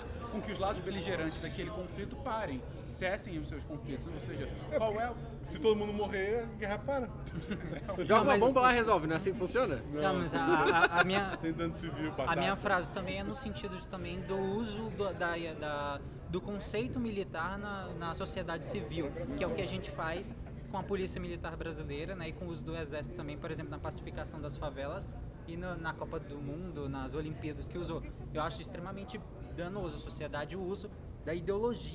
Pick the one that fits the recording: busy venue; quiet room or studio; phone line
busy venue